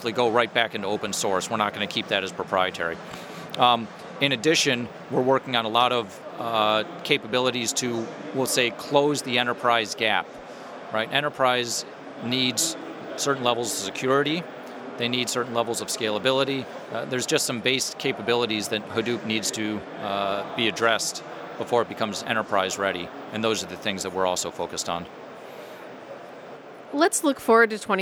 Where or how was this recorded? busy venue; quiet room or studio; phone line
busy venue